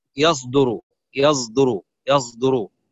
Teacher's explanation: أشممت الصاد صوت الزاي · Term: إشمام